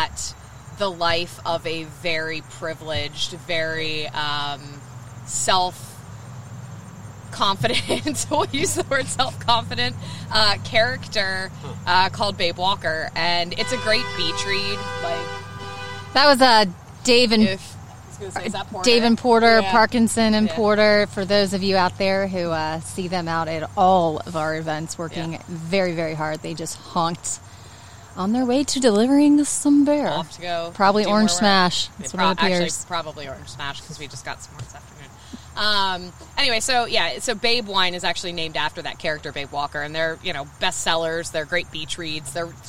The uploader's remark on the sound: When you are tired of Zoom podcasts and the weather is beautiful and there is a big picnic table outside--you get together in PERSON and record a beercast!